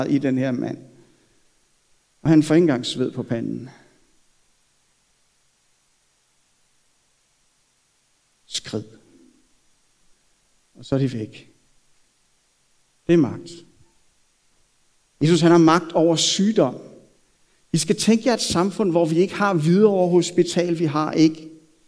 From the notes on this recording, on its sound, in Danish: Prædiken er optaget fra Københavnerkirken.